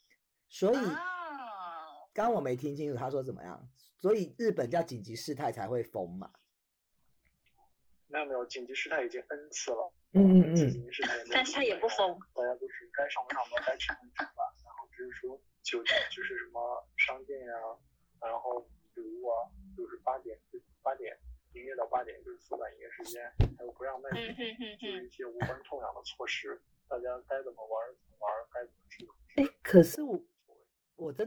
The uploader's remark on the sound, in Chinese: 東京、台北、洛杉磯 三方跨國連線。因跨國錄音 音質問題 請見諒。